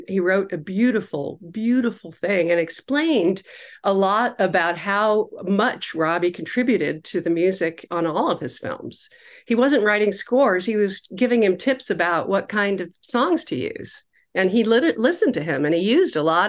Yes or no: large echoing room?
no